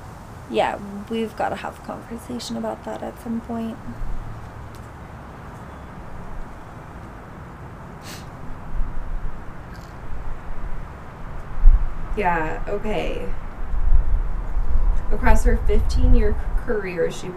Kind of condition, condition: setting, outdoors